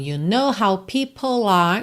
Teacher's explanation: Você já junta o L de people em are, porque o E final de people não é pronunciado, certo? O som termina no L, people.